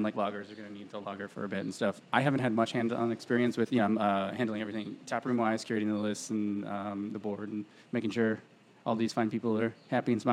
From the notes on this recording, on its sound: The Rockaway Brewing Company ‘s tap room in Long Island City, Queens